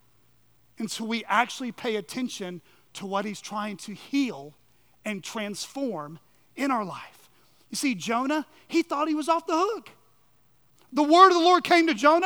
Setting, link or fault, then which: setting, large echoing room